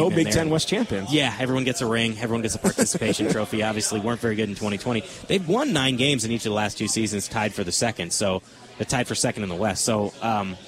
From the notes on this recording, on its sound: live from Monk's Bar and Grill in Sun Prairie